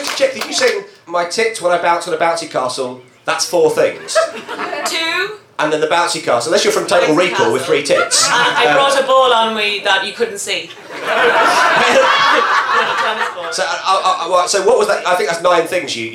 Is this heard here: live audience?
yes